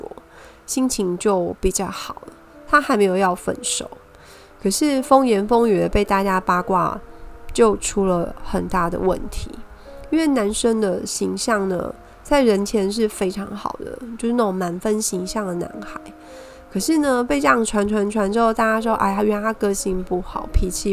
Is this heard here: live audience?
no